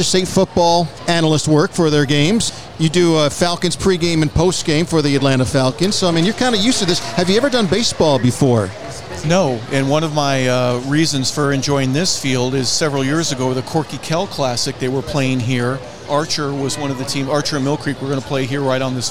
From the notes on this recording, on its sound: Live Broadcast from Gwinnett Stripers Game at Coolray Field. Was on site at Coolray Field in Lawrenceville, GA, home of the Gwinnett Stripers, the Triple-A affiliate of the Atlanta Braves.